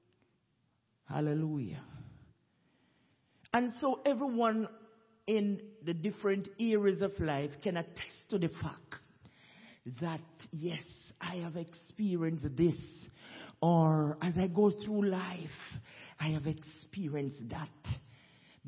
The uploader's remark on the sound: SUNDAY WORSHIP